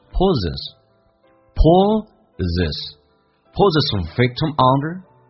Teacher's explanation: L 后面加 s 发 z，这个发音发 z